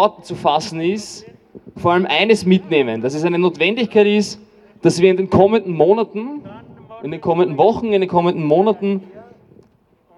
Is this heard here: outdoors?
yes